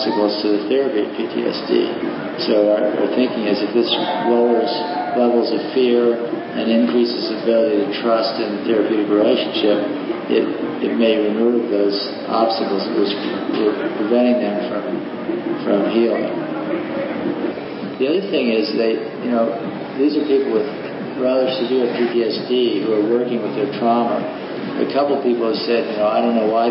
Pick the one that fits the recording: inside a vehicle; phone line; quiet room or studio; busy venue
busy venue